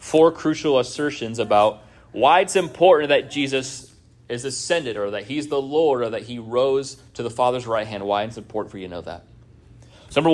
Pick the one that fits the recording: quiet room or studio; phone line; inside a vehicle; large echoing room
large echoing room